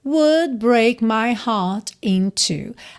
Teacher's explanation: Aqui poderia ser heart in two juntando com rarara, mas ele dá uma pequena pausa aí nessa consoante oclusiva, no T de heart